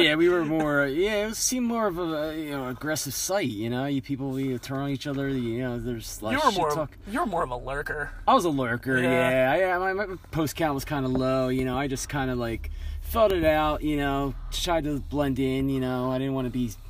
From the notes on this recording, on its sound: shoot the shit for a little while outside a gig in PA